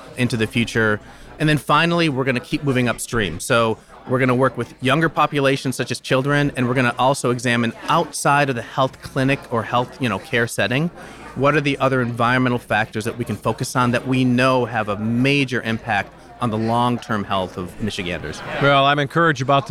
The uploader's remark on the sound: we’ll be bringing you conversations from the Mackinac Policy Conference